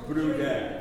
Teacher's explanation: We're not pronouncing the R at the end of the word here.